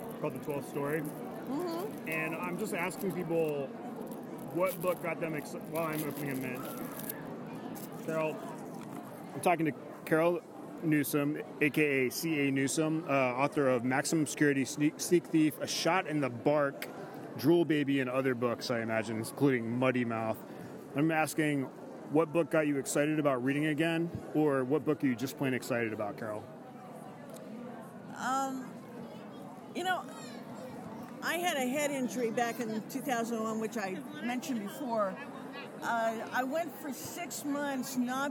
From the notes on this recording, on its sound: Roams the floor of the 2016 Books by the Banks festival asking authors, attendees, Librarians, and others a question.